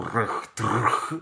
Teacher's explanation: Słowo bez żadnej samogłoski z dźwięcznym H na końcu · Term: zbitek spółgłoskowych